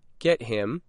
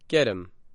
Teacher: And the letter T in get changes to a D sound. · Shown in: second take